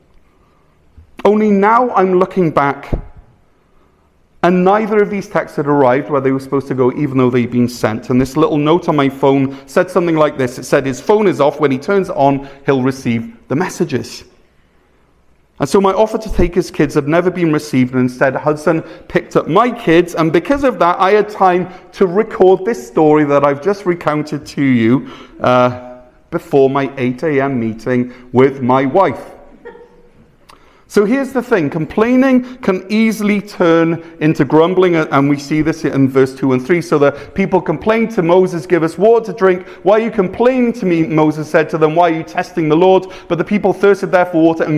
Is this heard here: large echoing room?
yes